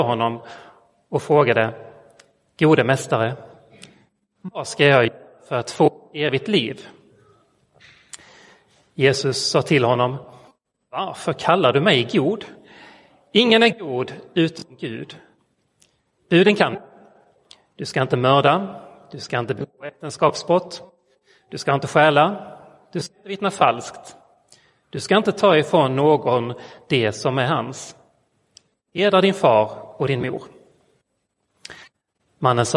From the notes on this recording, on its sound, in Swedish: Inspelad i Roseniuskyrkan den 16 oktober 2022.